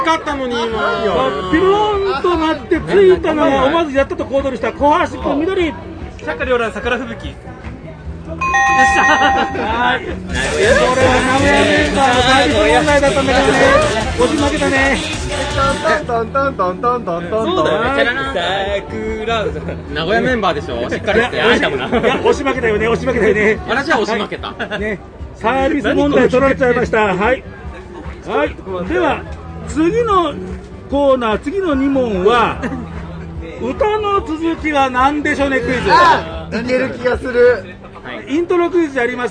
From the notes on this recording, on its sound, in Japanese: 名古屋・栄の池田公園を会場に開かれた、NLGR+(NAGOYA LESBIAN & GAY REVOLUTION PLUS )2023で。ブースに押しかけての収録シリーズの後編です。